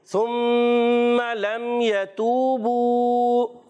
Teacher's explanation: دونوں واؤ مدہ ہیں، ایک ایک الف ان کو کھینچ کر ادا کریں گے